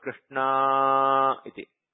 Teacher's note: It is pruta akara. It is not short hraswa akara. Therefore, you can see 3 written after a.